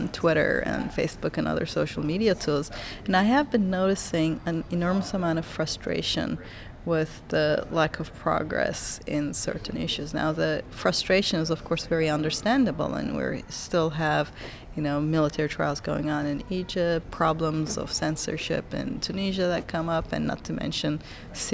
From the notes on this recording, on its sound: special audio for you from the newly concluded 3rd Arab Bloggers Meeting in Tunisia